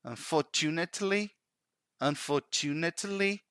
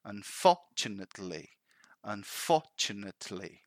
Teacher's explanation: So they ended up saying something like, unfortunately, unfortunately, and that's wrong. The emphasis actually is in the second syllable. · Shown in: second take